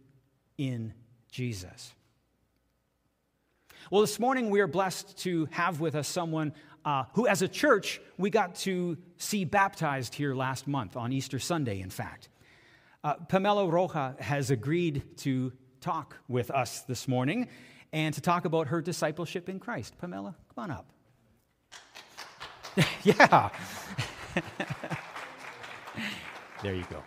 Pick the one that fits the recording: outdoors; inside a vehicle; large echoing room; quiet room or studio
large echoing room